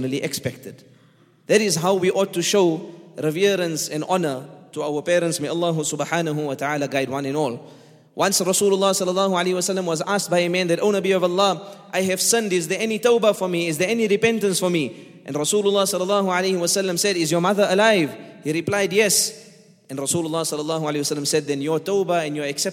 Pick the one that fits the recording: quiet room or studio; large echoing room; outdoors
large echoing room